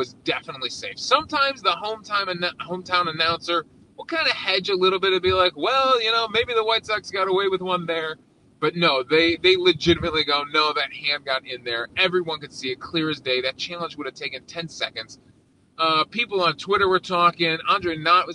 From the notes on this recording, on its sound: We're unfortunately recording while driving to the airport so apologies for the poor audio quality.